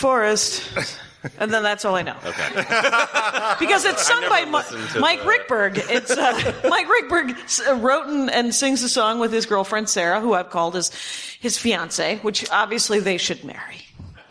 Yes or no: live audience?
yes